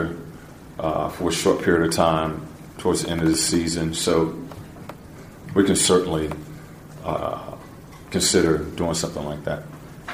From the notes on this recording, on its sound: Season wrap-up press conference. Spoke with reporters about his first season has head coach here.